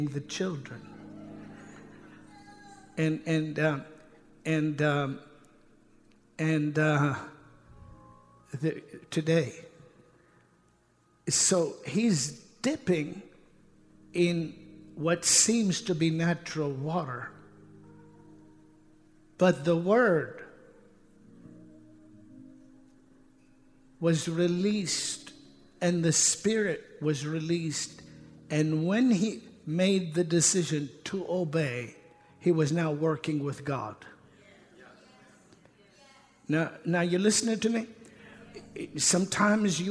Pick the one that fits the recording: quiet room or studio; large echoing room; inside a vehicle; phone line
large echoing room